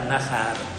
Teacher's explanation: Comunque è Nahara è la forma primitiva, originaria, poi diventa, cade l'ultima A e allora l'accento si sposta, diventa Nahar.